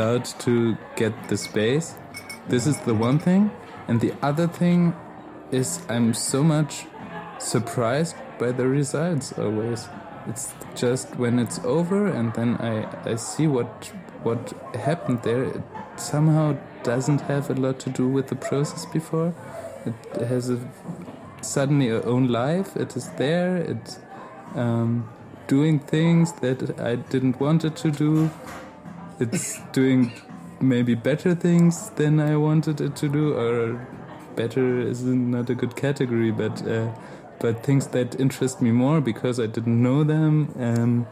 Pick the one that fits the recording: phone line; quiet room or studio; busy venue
busy venue